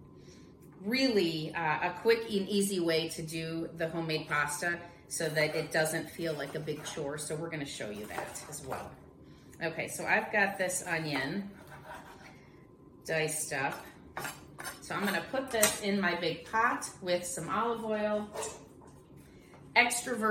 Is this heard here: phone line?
no